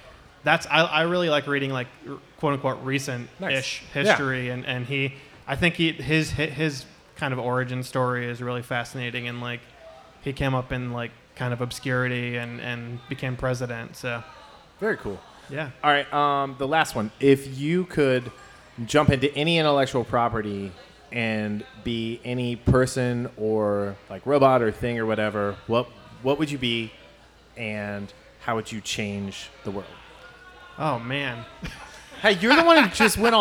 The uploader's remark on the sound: Recorded Before a Live Studio Audience. LIVE on the Stage at Fretboard Brewing in Cincinnati, Ohio.